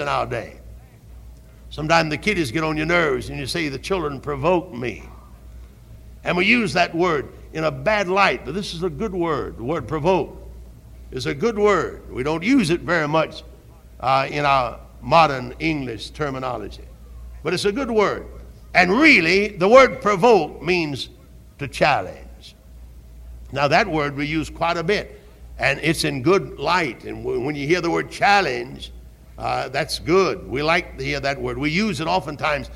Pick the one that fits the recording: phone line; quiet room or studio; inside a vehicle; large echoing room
large echoing room